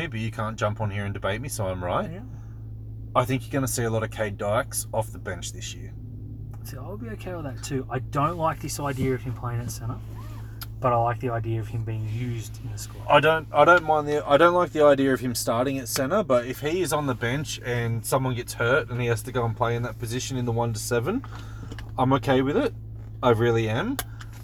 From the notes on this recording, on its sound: We're in the car